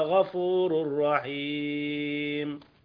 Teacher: والحاء في كلمة غفور الرحيم صارت شبيهة بالعين بعض الشيء